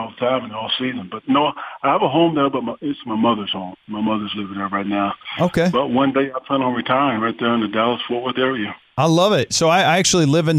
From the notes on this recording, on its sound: called in to the Ben and Skin show